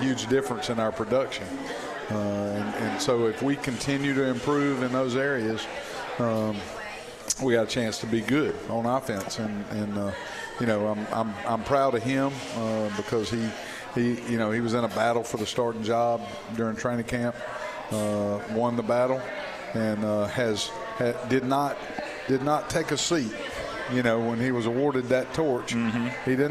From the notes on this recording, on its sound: at the live broadcast of the show at Moe's Original Barbecue in Old Cloverdale